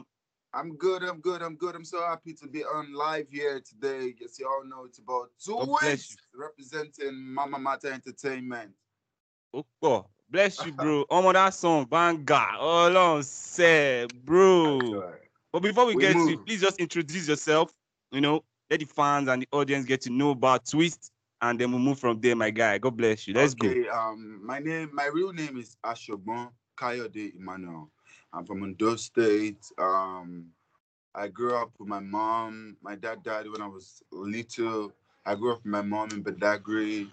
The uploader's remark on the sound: Over skype video call.